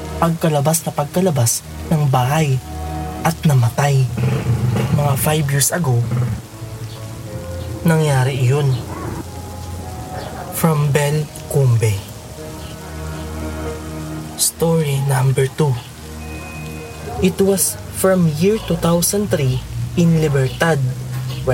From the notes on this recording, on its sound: Relaxing rain sound in the background too!